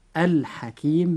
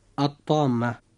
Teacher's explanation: أي أننا لا ننطق اللام عند نطقنا للكلمة التي فيها لام التعريف · Shown in: second take · Term: الإدغام بغير غنة